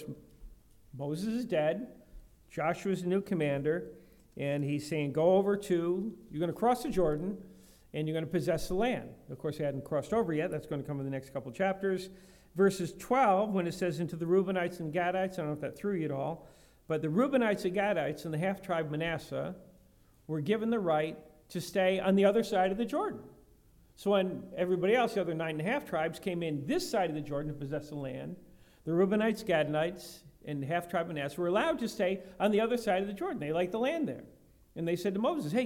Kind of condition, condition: setting, large echoing room